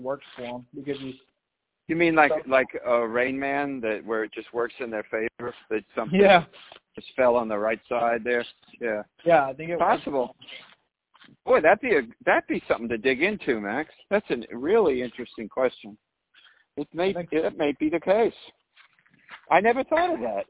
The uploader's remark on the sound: Phone Chats